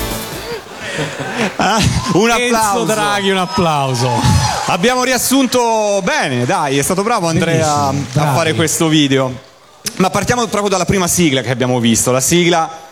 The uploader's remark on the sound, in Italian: Dal palco centrale di Lucca Comics & Games 2018